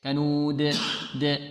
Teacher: الدال هنا عندما وقفنا عليها ماذا؟ سكنناها، لما سكنت قلقلت